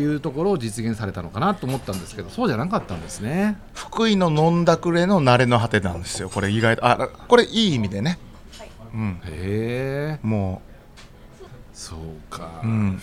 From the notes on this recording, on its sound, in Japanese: 今週は西荻窪の 【日本酒おばんざい梵】 さんにて収録。営業中のお店の雰囲気そのままにお届けします！